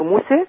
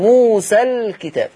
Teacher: حال الوقف على كلمة موسى هتقف بالتقليل أما وصلا موسى الكتاب ليس فيها شيء · Shown in: first take